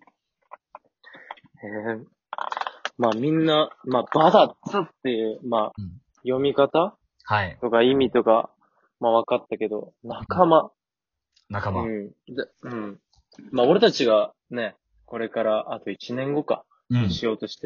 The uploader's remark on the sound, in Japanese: リモートで編集無しの一発録りでお送りします